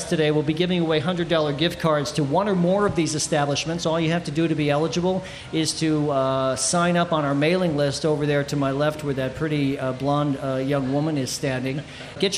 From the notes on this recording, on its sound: Recording live from the 2016 Taste of Chicago. Enjoy the elements and the sound of Buckingham Fountain.